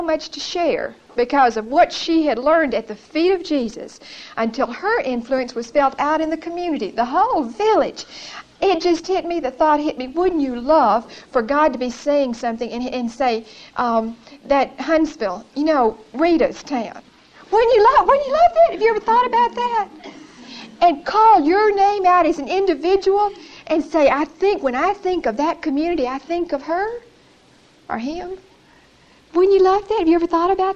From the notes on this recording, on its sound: Recorded 9/9/1975 at Whitesburg Baptist Church.